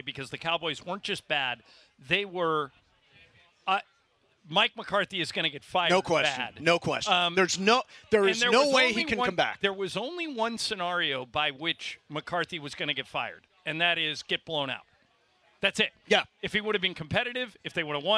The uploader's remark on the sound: LIVE From Ralphs in Redondo Beach!